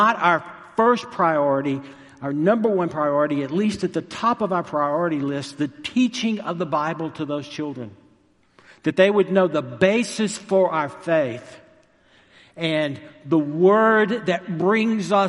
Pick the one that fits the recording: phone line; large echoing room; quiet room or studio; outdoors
large echoing room